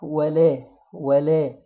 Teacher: الواو دي مفتوحة أجيبها وأنا مبتسم مش وأنا ضم الشفتين